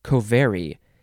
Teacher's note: I think you would pronounce it covary. You have to emphasize the ver, covary.